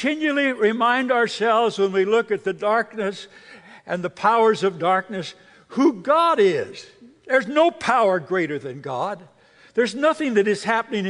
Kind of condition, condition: setting, live audience